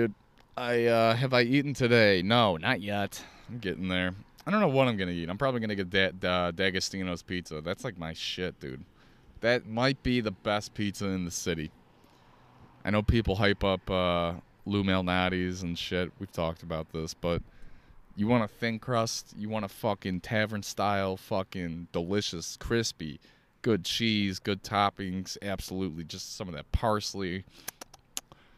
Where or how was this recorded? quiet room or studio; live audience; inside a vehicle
inside a vehicle